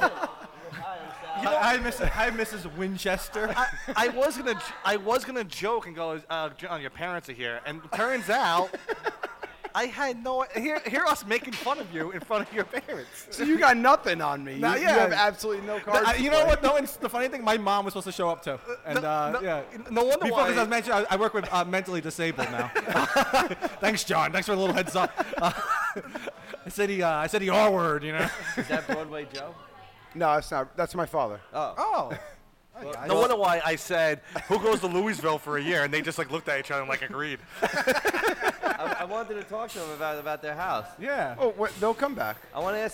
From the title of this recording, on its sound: Live at Joe Broadways